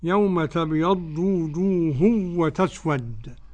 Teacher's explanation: عدم الغنة لخلف عن حمزة